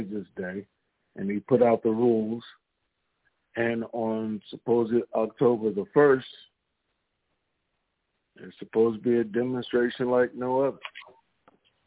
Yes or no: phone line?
yes